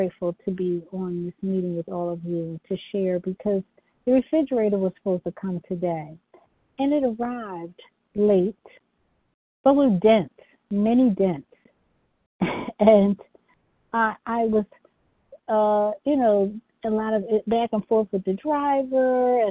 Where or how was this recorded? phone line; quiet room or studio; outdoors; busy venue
phone line